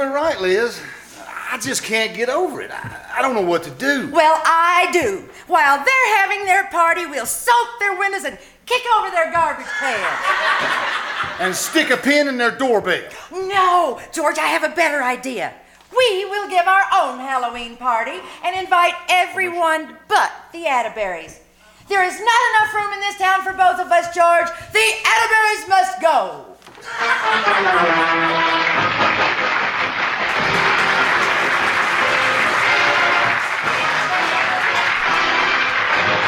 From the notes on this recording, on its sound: The KCAL Old Time Radio Troupe performed "LIVE" at the First Vineyard Winery in Jessamine County, Kentucky. Here is the audio from the second half of their show.